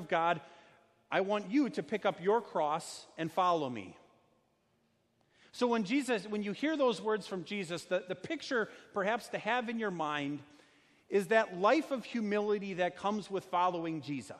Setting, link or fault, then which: setting, large echoing room